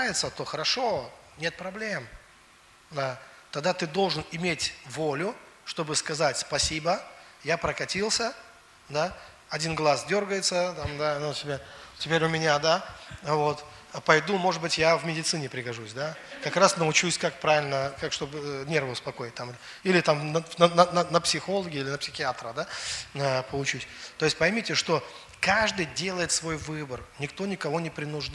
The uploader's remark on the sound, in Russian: Запись со служения церкви Дом Божий. Великие Луки.